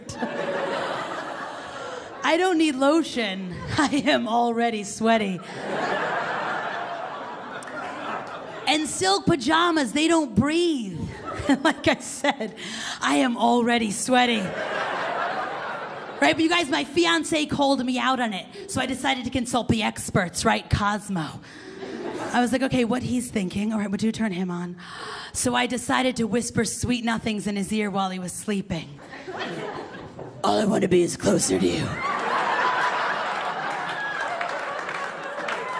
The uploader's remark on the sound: Stand Up Comedy Live Gotham Comedy Club